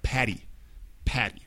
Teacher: Nosotros pronunciamos esa doble T como si fuera una D.